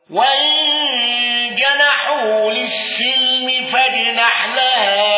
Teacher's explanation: شعبة بكسر سين للسلم ولم يندرج معه أحد